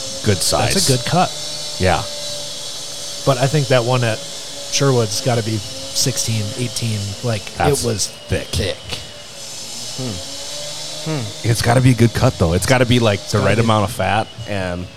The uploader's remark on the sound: The Listen Local crew stops by the BRAND NEW BLA Restaurant, Lakes Tavern ! As you'll hear in this episode, there is A LOT of background construction noise as this team is working day and night to get this place up and running ASAP. Lakes Tavern will be located at the old Timberjack building.